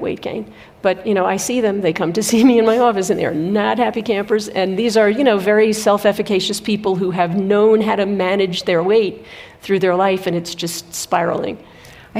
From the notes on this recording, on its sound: Two obstetrician and gynecologists meet on stage at the 2023 Aspen Ideas Festival.